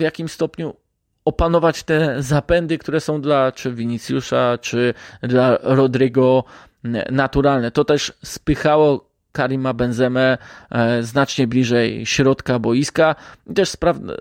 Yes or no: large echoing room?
no